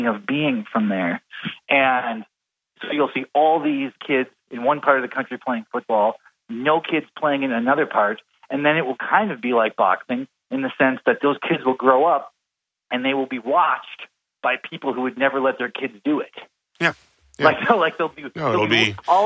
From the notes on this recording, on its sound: Via telephone from his home in Portland.